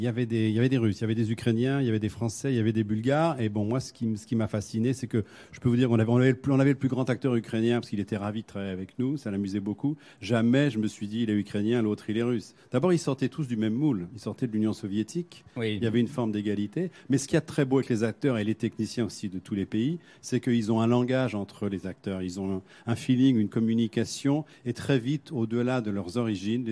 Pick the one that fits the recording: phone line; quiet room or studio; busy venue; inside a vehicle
busy venue